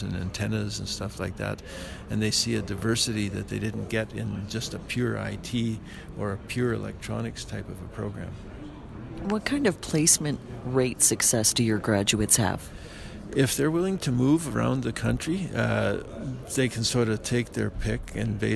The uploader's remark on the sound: at the Western Association of Broadcast Engineers conference in Calgary